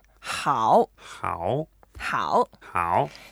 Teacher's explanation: 好, it's a third tone. You need to go down first down, and then up.